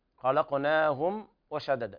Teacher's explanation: إظهار شفهي شديد لوقوع الواو بعد الميم الساكنة